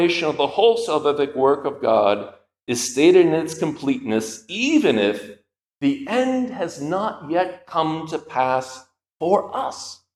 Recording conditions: large echoing room